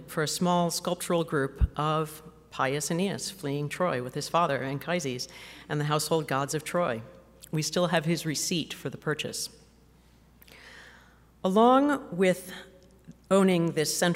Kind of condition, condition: setting, live audience